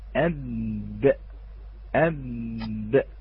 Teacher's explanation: هو للباء بانطباق شفتين انطباقا محكما يكون للباء أب أب، ومن الخارج قليلا الميم أم، والخارج هنا · Term: الباء